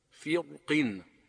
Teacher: يجوز في الراء التفخيم والترقيق إذا سكنت وكان قبلها كسر أصلي وبعدها حرف استعلاء مكسور نحو فرق، فتفخم لحرف الاستعلاء وترقق لكسر يوجد في القاف، وإنما لم يختلفوا في غيره نحو فرقة أو قرطاس لانتفاء كسر حرف الاستعلاء فيه. · Term: جواز الوجهين